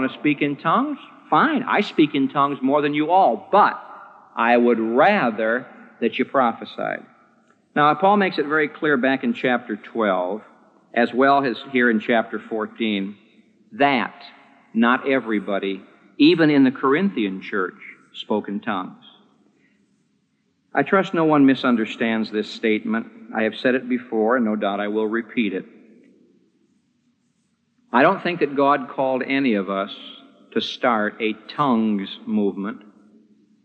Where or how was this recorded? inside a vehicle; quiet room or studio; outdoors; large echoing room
large echoing room